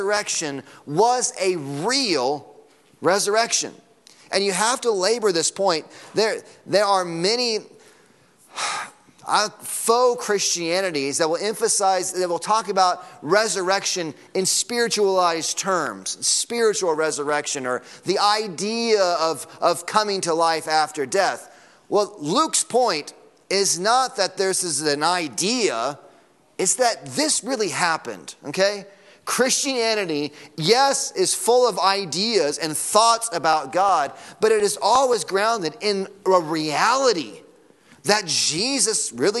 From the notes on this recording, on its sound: Sunday morning sermon audio.